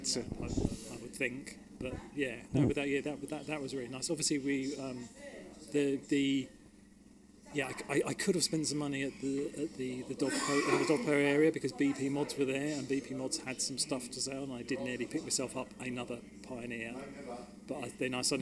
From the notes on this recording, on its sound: Recorded at the show in the NEC in Birmingham. It's live, so beware of background noise! Apologies for the technical glitches at the start, the perils of field recording!